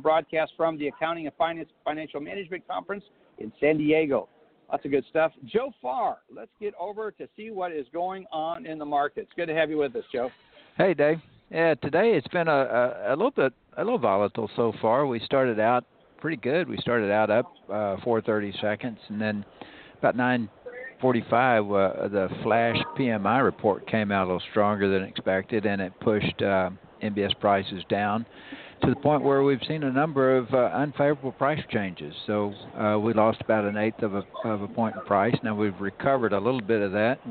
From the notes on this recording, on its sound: "LIVE" from the MBA conference in Boston, MA. 'live' from the D+H booth at the MBA conference in Boston.